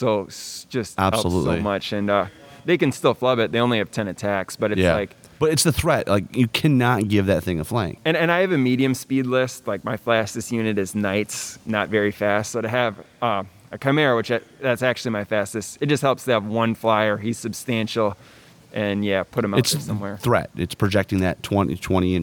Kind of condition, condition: setting, busy venue